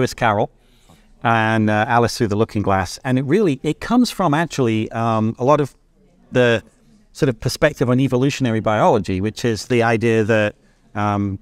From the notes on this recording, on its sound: The Boston #isolvedRoadShow. At the Courtyard by Marriot. Sat down for this episode of the podcast -- recorded "in concert, so to speak," from the Road Show floor.